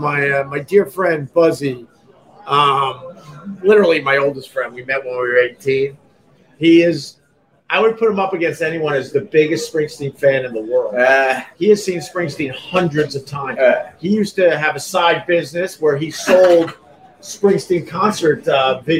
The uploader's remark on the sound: Live from Gebhards